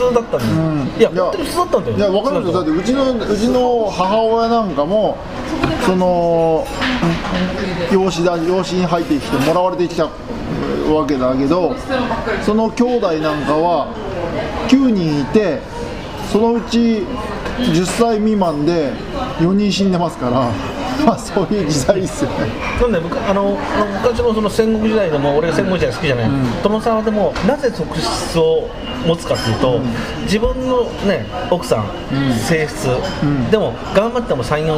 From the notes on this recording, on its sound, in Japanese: サイゼリアにて収録です。